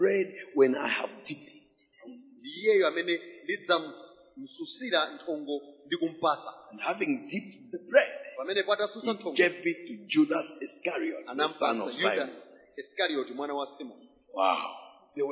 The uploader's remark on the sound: Preached During the Week of Jubilee at Word Alive Blantyre City Church